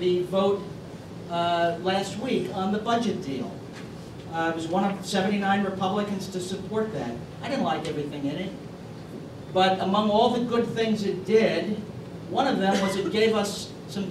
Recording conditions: live audience